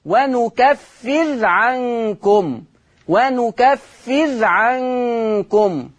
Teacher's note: ورش ضم النون وسكن الراء، ونكفر عنكم